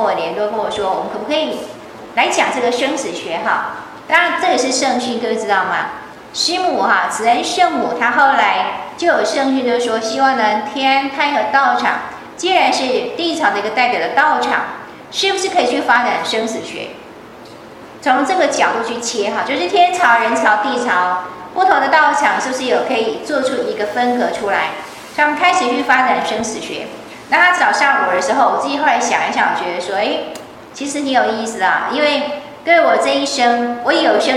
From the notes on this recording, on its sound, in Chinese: 依舊是美國洛杉磯掌院的上課錄音。因為是親和集會，調子很輕鬆，講了不少故事。加上是現場錄音，可以感覺到美國同奮滿滿的熱情。